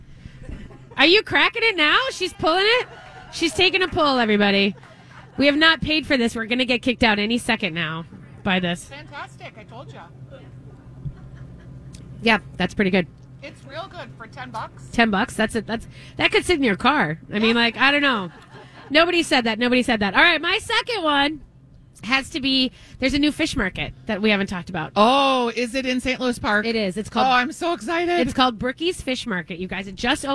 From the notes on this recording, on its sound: Continue their live broadcast from Surdyk's !